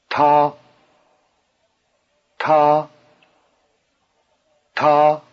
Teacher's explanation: Notice the extra explosiveness of the T.